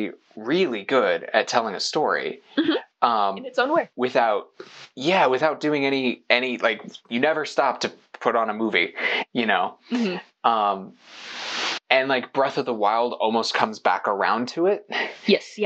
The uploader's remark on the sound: Apologies for the sound quality, we've had so many equipment issues this year.